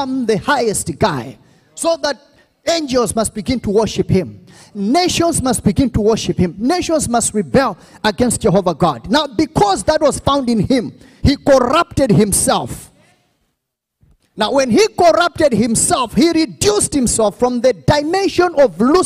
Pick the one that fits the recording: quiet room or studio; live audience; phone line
live audience